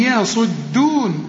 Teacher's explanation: يصدون صاد مفخمة ودال مرققة والياء مرققة، هنا ما تقولش يا يصدون، لا قل لي يصدون دون وهم.